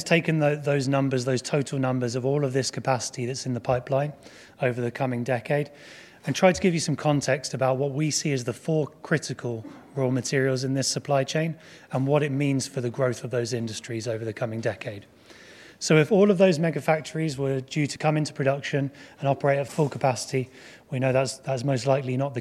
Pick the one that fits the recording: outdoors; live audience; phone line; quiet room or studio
live audience